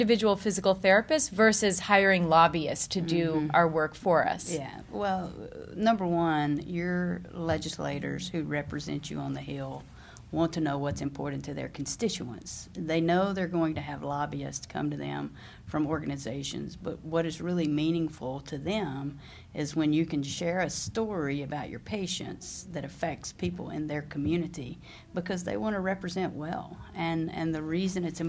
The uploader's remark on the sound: LIVE from Washington DC at the Federal Advocacy Forum through the American Physical Therapy Association